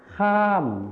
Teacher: ภาษาถิ่นอีสานจะไม่มีคำควบกล้ำรอเรือนั่นเองค่ะ